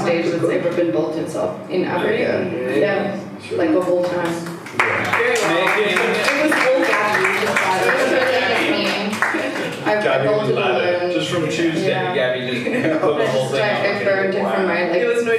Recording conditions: poor sound quality